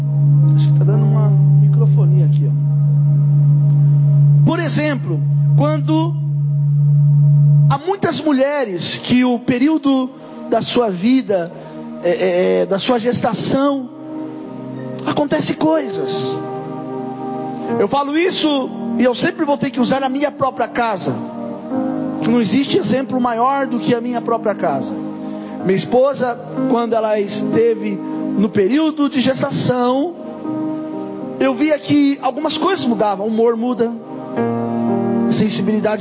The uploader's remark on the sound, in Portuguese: Mensagem gravada em 07/01/2024 - Culto da Família